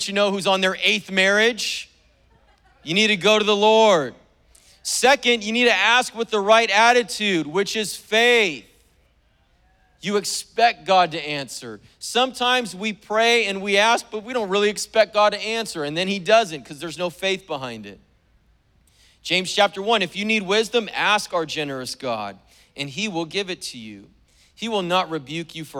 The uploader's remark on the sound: was preached on May 1st at the 10AM service